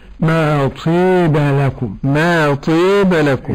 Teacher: قرأ بإمالة الألف في طاب